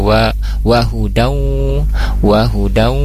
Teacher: Selanjutnya di kalimat wahuda, wahuda kemudian di sana ada tanwin bertemu wawu, jadi wa wahudau, wahudau idgham biguna, ditahan dulu gunahnya 2-3 harkat. Kemudian dialirkan suaranya melalui hidung.